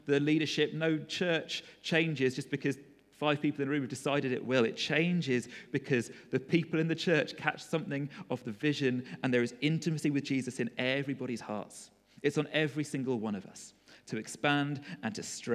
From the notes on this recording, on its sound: Recorded at freedomcentre church, Preston